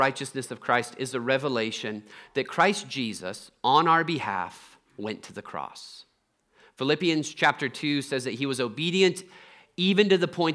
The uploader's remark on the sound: Trinity Anglican Church Littleton, CO